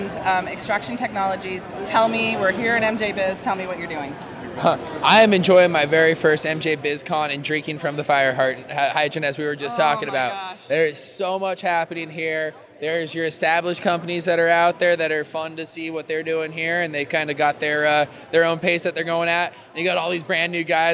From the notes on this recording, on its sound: From the show floor of MJBizCon 2019.